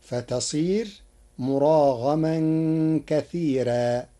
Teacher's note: قرأ ورش كلمة كثيرا بترقيق الراء فتصير مراغما كثيرا لوجود الياء الساكنة قبلها.